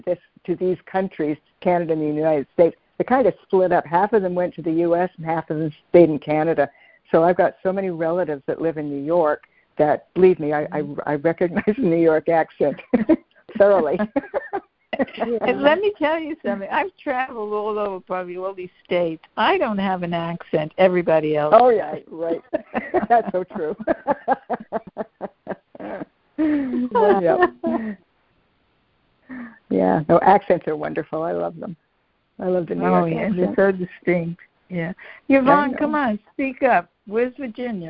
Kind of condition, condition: link, phone line